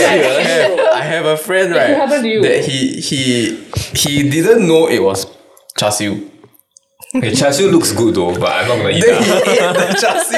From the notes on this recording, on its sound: Dont blame me for the mic sounds this time, they didnt wanna come over to my place.